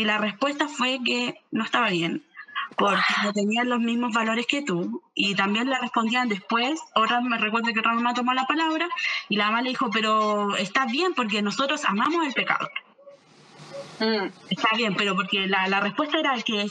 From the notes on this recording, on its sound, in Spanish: Tengan paciencia con el audio porque nos jugó mala pasada